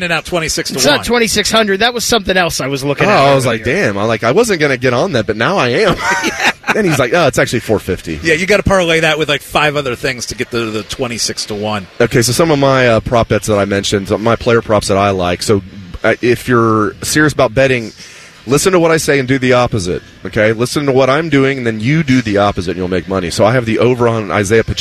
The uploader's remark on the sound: live from Hollywood Casino